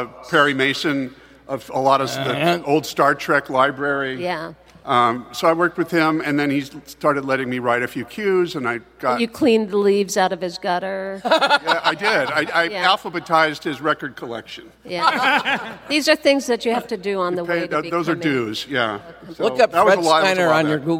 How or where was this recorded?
live audience